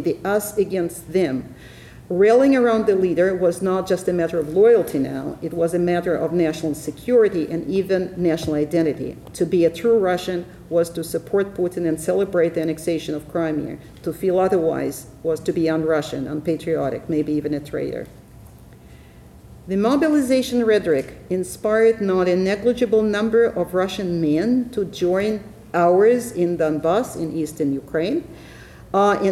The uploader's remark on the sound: Ellison Memorial Lecture at the University of Washington.